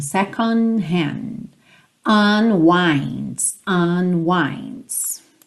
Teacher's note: você não ouve os D's, meio que acaba o som no N mesmo